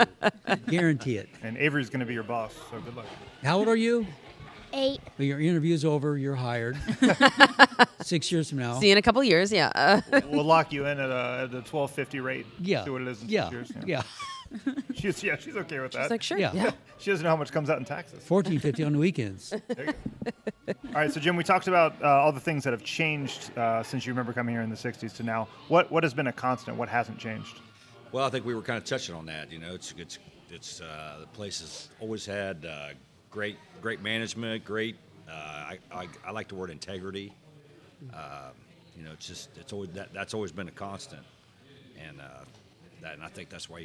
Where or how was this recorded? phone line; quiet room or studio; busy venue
busy venue